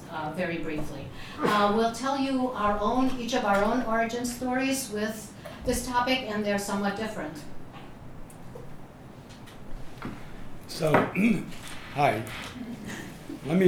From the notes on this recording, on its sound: A podcast featuring audio from events at Columbia University, and interviews with the speakers and authors.